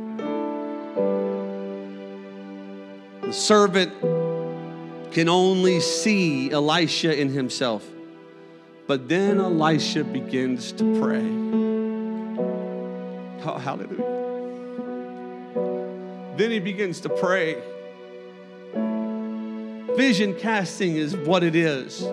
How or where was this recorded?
large echoing room